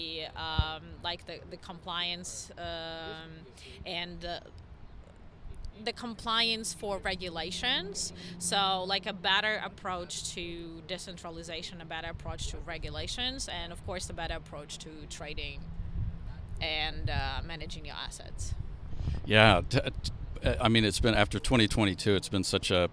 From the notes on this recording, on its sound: Live from Consensus 2023!